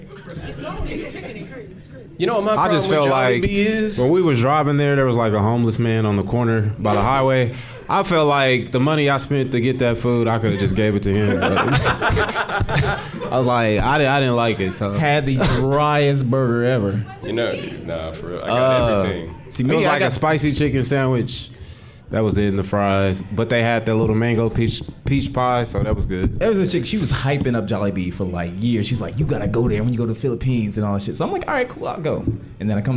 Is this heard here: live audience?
yes